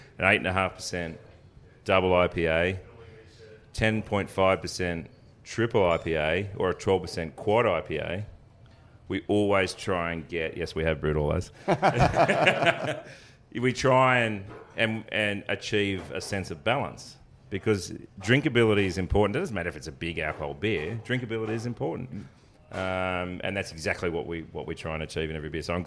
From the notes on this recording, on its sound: Recorded live in front of a studio audience. This conversation took place as part of the first birthday celebrations at Brisbane’s My Beer Dealer, one of Brisbane’s best bottleshops.